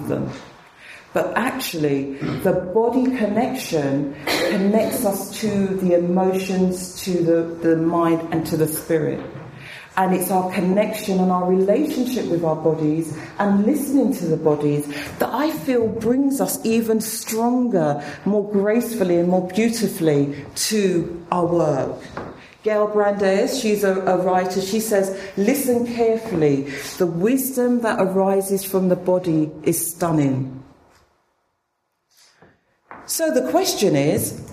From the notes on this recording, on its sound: spoke at the 2013 BAATN conference